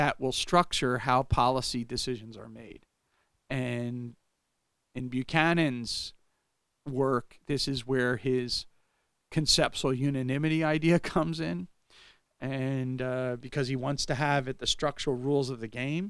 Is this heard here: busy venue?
no